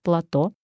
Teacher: Это слово, как и многие заимствованные, ударяется на последний слог – «плато».